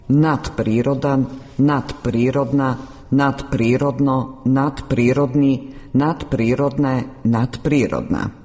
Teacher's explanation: Zvučno d ispred bezvučnog p prešlo je u svoj bezvučni par t, jednačeći se sa njim po zvučnosti